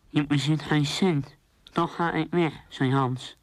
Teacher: De spraak wordt vervormd door te veel neusresonantie en ontsnappende neuslucht. Men spreekt dan van open neusspraak.